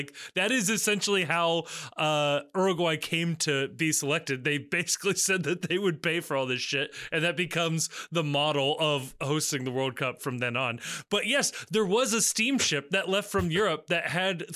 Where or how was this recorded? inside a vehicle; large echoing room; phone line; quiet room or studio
quiet room or studio